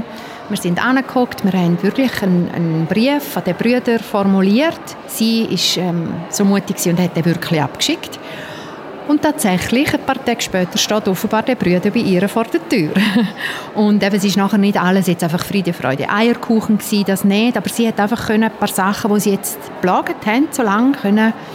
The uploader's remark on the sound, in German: Campus Radio Liechtenstein war live bei der Eröffnung der Wanderausstellung zum Thema "Leben und Lebensende" auf dem Peter-Kaiser-Platz dabei.